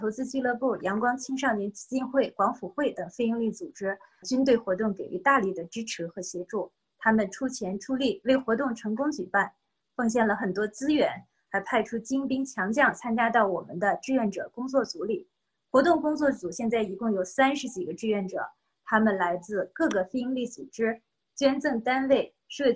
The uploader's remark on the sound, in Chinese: 西雅图“爱心午餐”新闻发布会。这是4月13日我在线上主持的一场新闻发布会的录音。